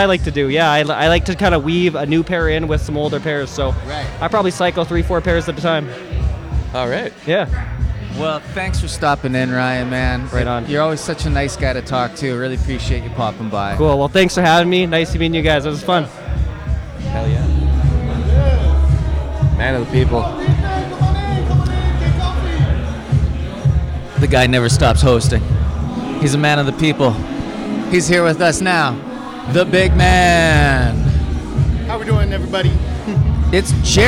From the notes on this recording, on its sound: This is a special episode live from Momentum’s Air Max Day activation event in Saskatoon while the ‘86 Big Bubble went on sale. You'll hear interviews with people in line, former Sneaker Show guests, and some of the Mo crew. There were tattoos, live art, totes and tees made in house.